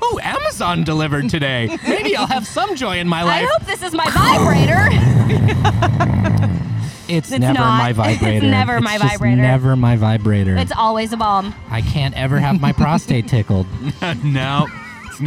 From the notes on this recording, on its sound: The team decided to hit up a local restaurant/bar in Fort Worth called Rogers Roundhouse and things took a hard left as soon as the mics were turned on.